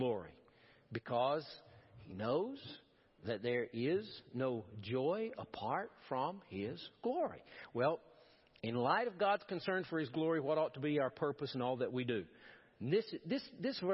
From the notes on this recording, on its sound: Preached at First Baptist Church of Powell